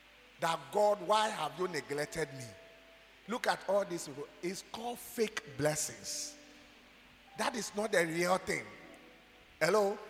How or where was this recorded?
large echoing room